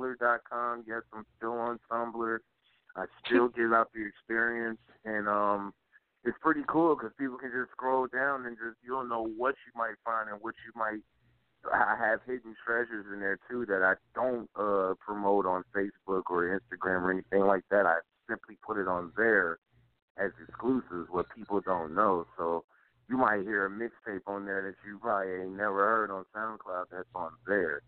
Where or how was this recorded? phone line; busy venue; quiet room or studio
phone line